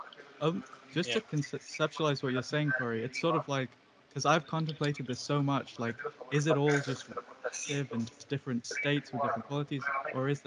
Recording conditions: video call